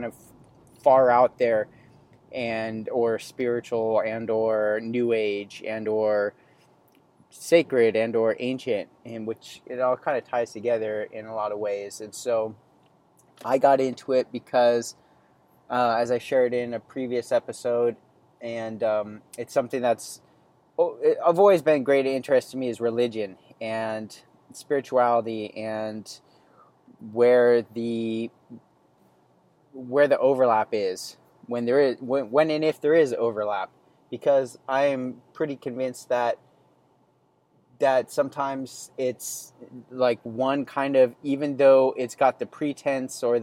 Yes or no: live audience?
no